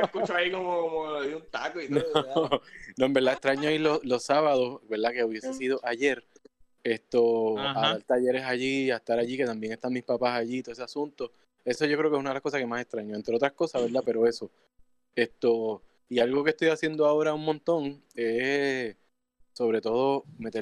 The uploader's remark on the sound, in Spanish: Seguimos con los podcasts remoto, esta vez nos reunimos via Discord. Desde La Cuarentena.